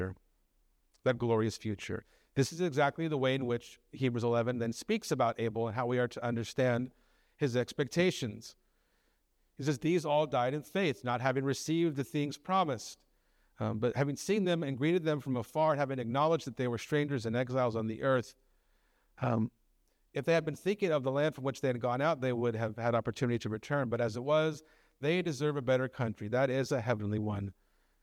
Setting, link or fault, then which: setting, large echoing room